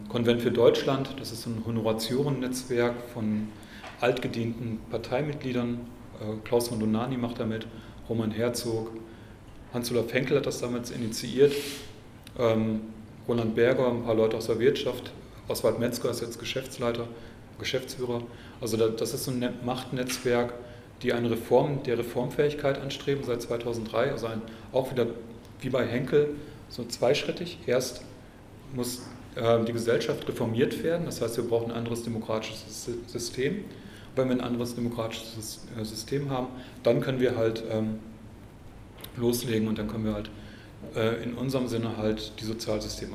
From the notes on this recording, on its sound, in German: Veranstaltung zur Alternative für Deutschland. Im Mitschnitt der Veranstaltung.